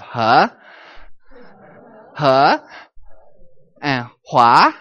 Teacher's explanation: We have the rising one. This is probably the most difficult one to say. You start at 30, and you go up to 70.